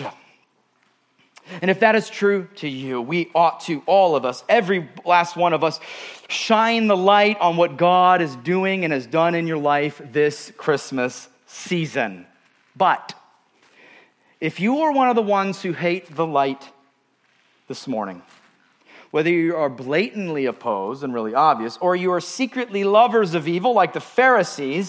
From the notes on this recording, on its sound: at Murrieta Valley Church in Murrieta, California.